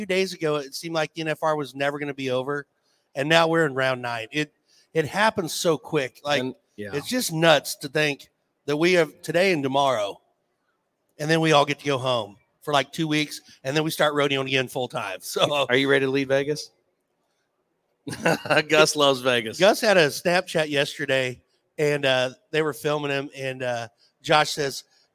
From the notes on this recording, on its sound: RümpChät Live 2023 - NFR Edition 9. RümpChät Live at the 2023 NFR.